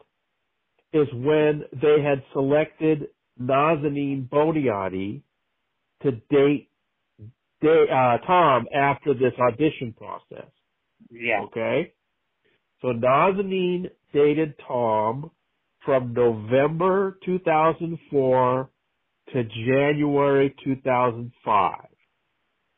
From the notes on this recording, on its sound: we must apologize for the technical quality of the call.